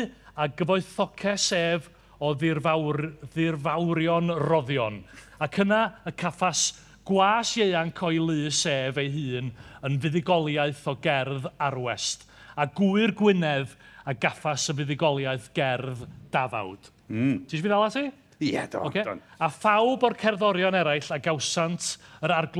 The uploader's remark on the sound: Here’s a special live episode recorded in the Literature tent of the Llŷn and Eifionydd National Eisteddfod, and what better subject to discuss on the Maes in Boduan.